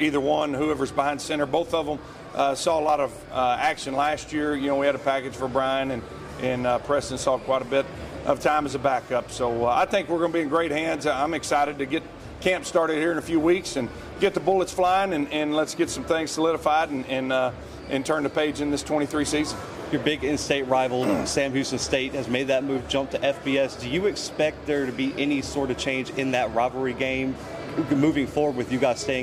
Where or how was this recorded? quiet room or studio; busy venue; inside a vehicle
busy venue